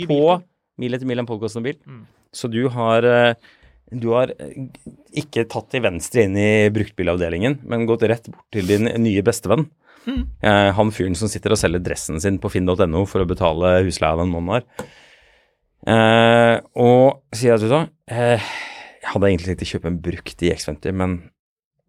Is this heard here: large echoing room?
no